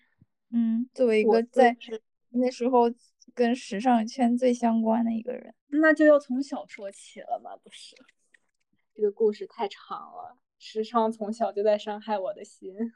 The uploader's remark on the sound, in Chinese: 本期节目我们三个人分别位于北京，上海，乌鲁木齐，异地录制初次试水可能不够精致与流畅。